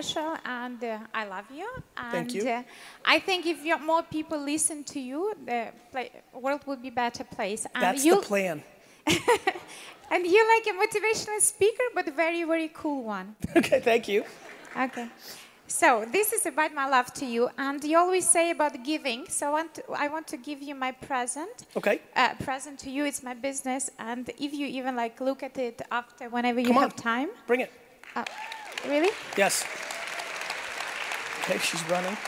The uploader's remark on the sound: This episode is from a keynote. In Dubai.